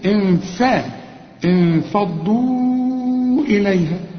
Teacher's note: الغنة بقى مرققة علشان الفاء مرققة، انفضوا، ما تقولش انفضوا فا فضوا، لا انفا، انفضوا إليها.